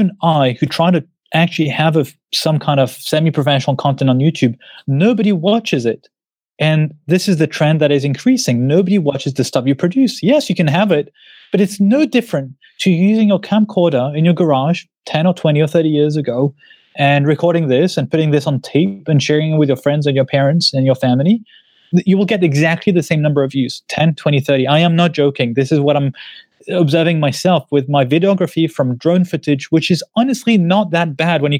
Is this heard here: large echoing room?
no